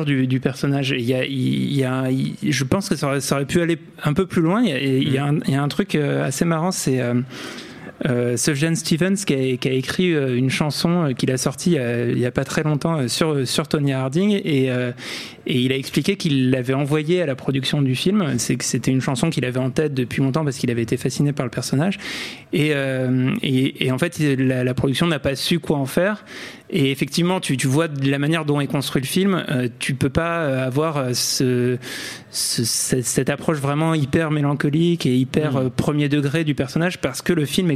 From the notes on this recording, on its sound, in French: Enregistré le 14 février 2018 au Bar à Bulles (8 bis Cité Véron, Paris 18ème)